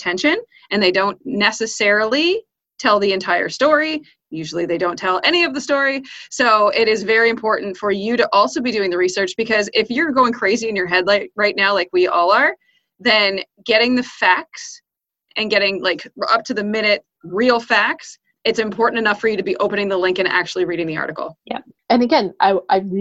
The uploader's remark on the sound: Making the time to video chat to record this podcast episode. Recorded the weekly Pickle Planet Podcast using remote technology.